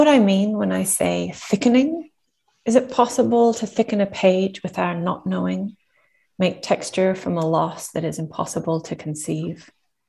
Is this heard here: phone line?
no